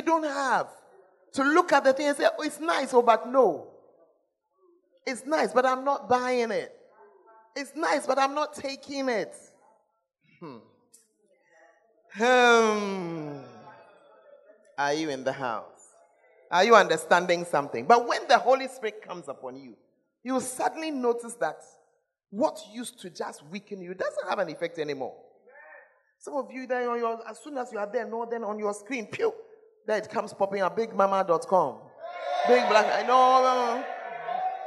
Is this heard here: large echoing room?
yes